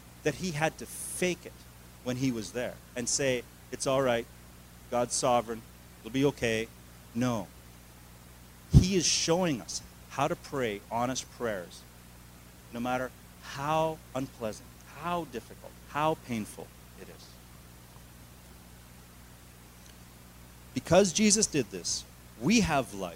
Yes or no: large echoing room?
yes